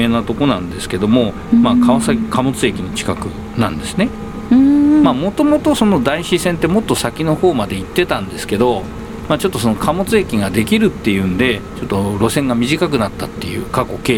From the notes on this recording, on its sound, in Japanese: 大田区・川崎。その後はいよいよかつて住んでいた街・西馬込へ・・・。新旧の車両工場をブラブラ歩きながら。